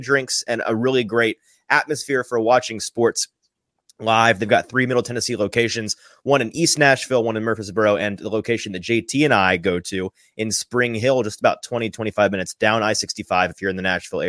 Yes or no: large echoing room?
no